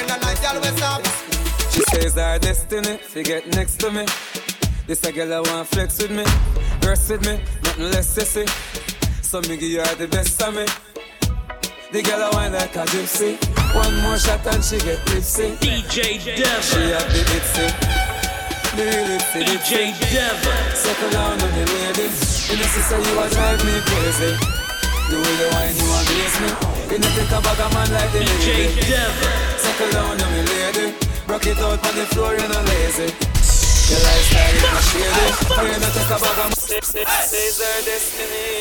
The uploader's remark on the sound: Live Recording from Heat Kitchen 12/30/23